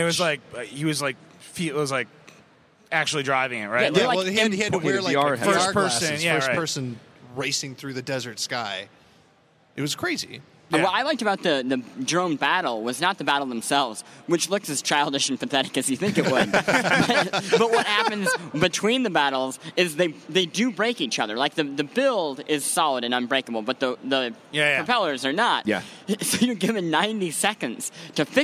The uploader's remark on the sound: CES 2015. Live Vergecast odyssey from the show floor.